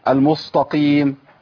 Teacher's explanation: في ناس كمان بتفخم السين